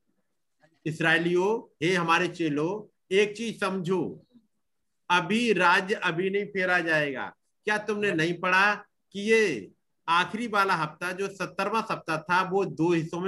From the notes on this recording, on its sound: Zoom Meeting